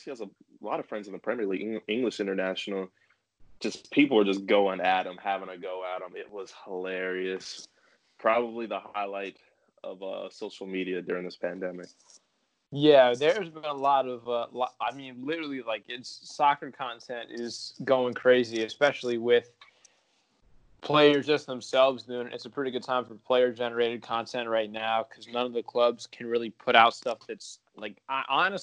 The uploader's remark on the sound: The boys come to you from different parts of the country over Skype due to the you know what...